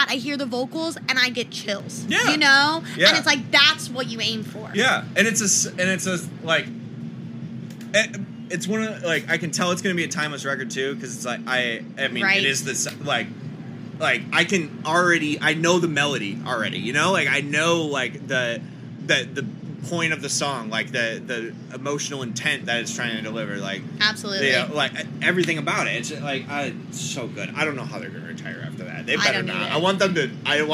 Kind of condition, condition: setting, busy venue